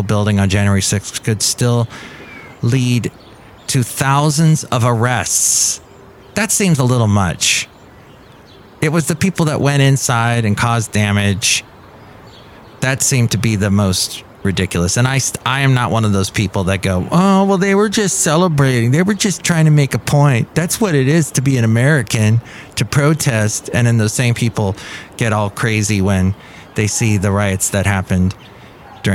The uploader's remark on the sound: Podcasts live from Café Anyway.